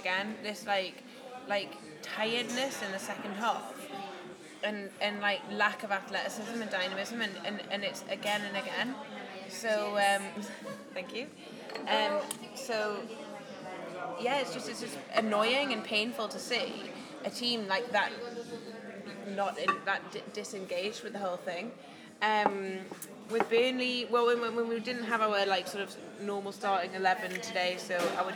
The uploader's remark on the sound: A MATCHDAY Podcast from Chelsea. Recorded before, during and after the game and recorded as much of the atmosphere as possible.